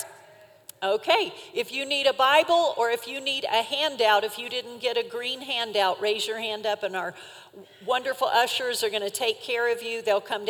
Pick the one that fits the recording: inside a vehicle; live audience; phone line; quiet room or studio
live audience